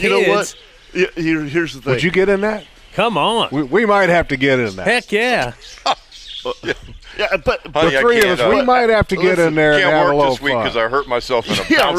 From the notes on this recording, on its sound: LIVE from Standard Feed and Seed. They weren’t at the studio…they were live at Standard Feed and Seed in downtown Jacksonville (1236 Kings Rd) for their 77th Annual Extravaganza!